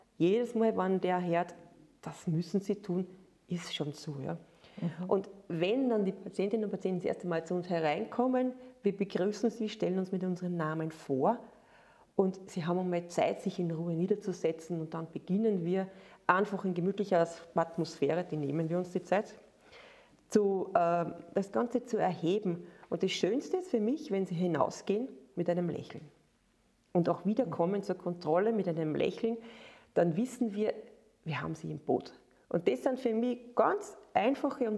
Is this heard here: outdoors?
no